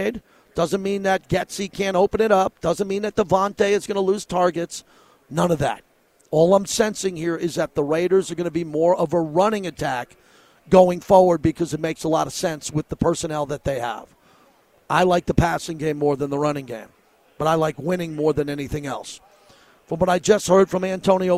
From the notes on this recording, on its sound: LIVE FROM RADIO ROW